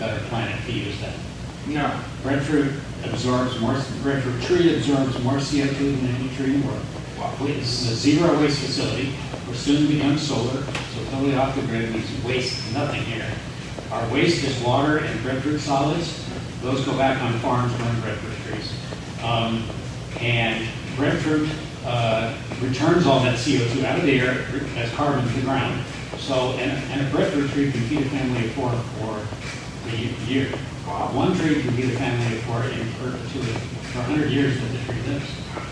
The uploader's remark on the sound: Apologies for the poor audio quality -- we thought our earpiece mics were picking it up, but they were not